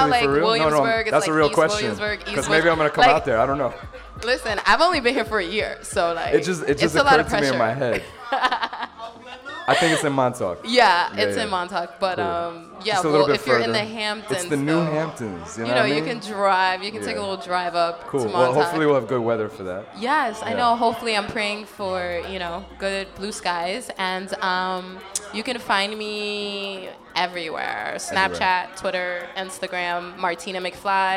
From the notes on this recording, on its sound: broadcast live on August 1, 2016 from the storefront of The Late Late Bar on Houston Street in New York City